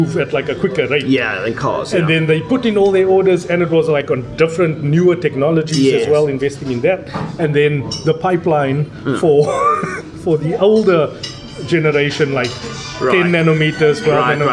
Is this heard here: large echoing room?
no